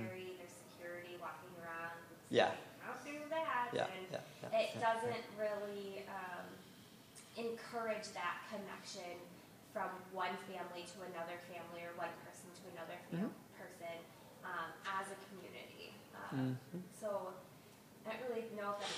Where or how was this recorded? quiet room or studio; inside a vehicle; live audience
live audience